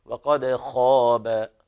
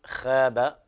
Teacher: وتفخيم الخاء من المرتبة الأولى · Shown in: first take